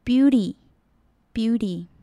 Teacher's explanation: T 的音我们不会发得很重，比较轻，有点接近 D 的音